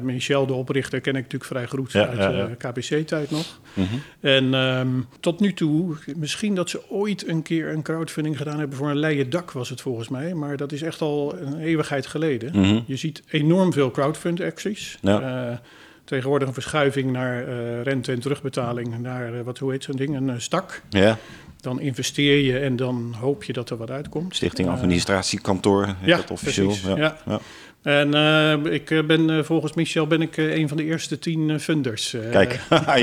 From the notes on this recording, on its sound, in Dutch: Eigenaar/brouwer van de Leidsche Bierbrouwerij in Leiden. Live opgenomen in de dit jaar 20-jarige brouwerij.